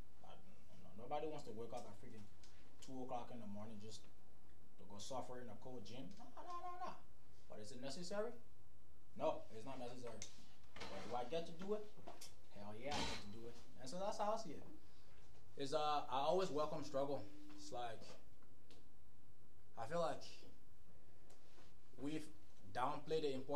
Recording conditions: uneven or low level